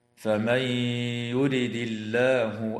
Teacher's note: النون الساكنة في قوله تعالى فمن يرد، حكمها الإدغام مع الغنة في الياء بعدها